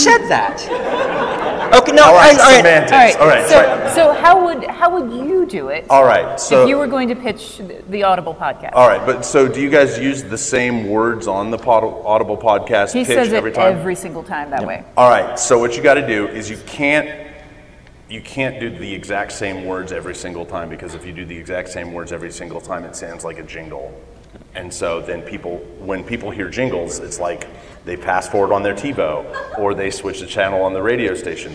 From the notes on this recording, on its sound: at FantasyCon/Westercon 67 before a live audience